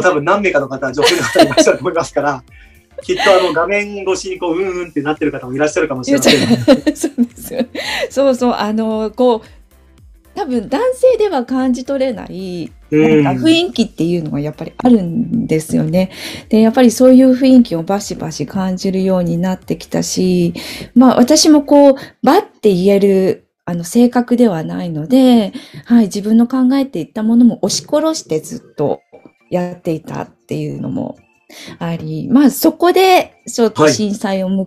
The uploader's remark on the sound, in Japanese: こちらの配信は2022年3月にLinkd in 上で行われたライブイベント企画での収録となります。